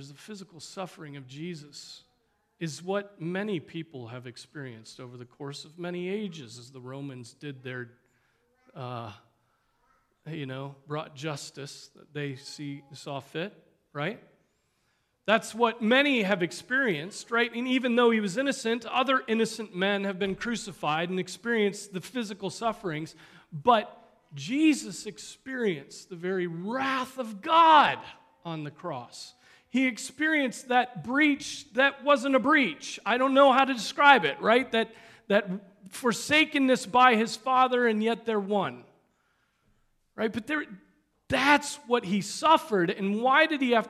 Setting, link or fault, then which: setting, large echoing room